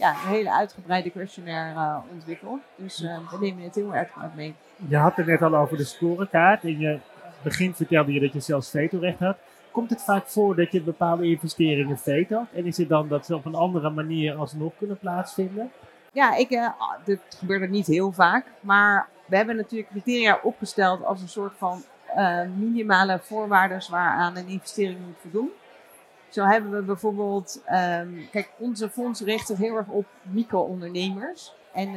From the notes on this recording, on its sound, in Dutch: live vanaf het cardano-podium op Fund Seminar 2023